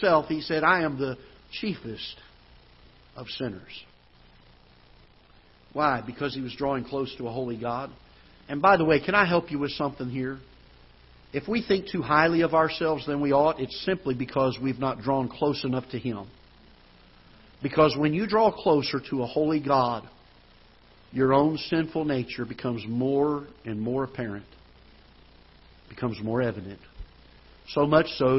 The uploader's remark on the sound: Ketha Heights Baptist Church ~ Live Broadcast